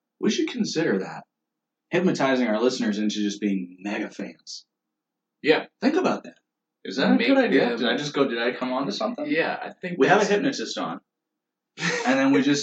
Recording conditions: poor sound quality